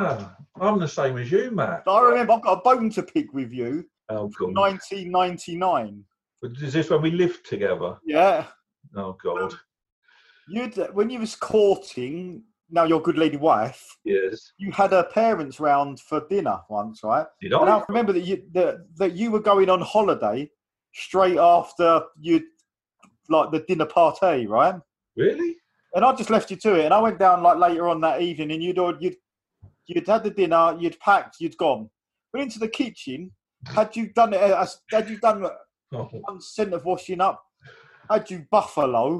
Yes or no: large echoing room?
no